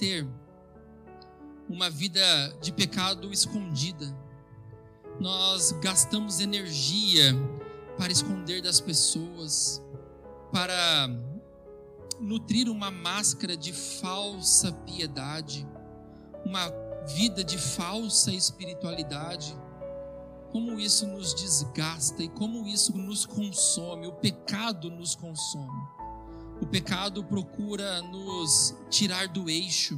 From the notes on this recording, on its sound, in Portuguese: Gravado em 20/02/2022 na IPB em Santo Anastácio|SP